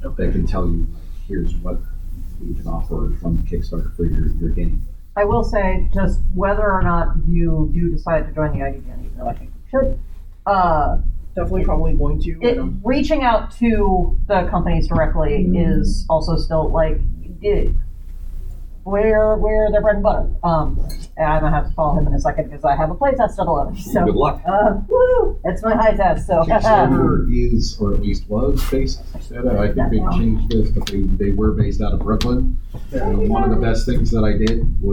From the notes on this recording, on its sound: Recorded at Metatopia 2023